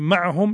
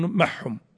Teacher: سيبويه حكى عن بني تميم أنهم يقولون في معهم يقولون محهم، يدغمون هذا الإدغام، بس أدغموا العين في الحاء · Shown in: second take